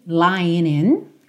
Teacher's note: O G do lying não é pronunciado, o N já liga no in